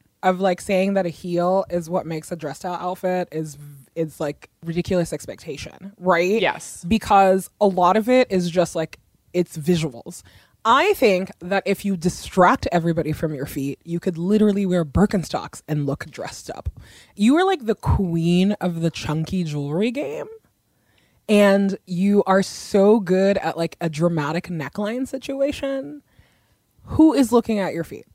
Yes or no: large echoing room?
no